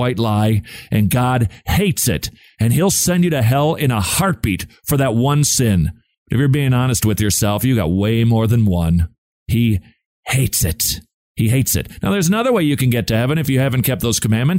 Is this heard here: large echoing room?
no